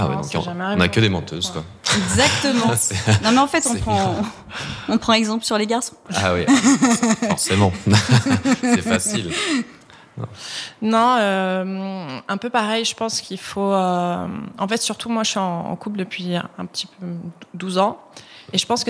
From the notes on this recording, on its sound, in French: Enregistré à Lyon, avec nos auditrices Lyonnaises